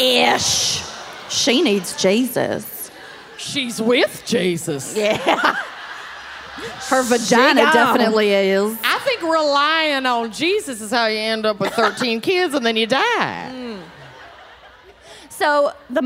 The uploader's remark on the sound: Dallas LIVE! Live from Dallas.